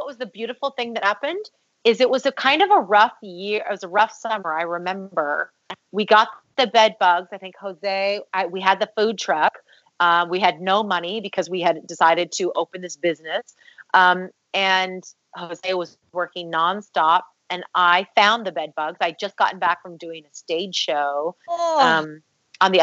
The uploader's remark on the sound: attempt to do a recording session via Skype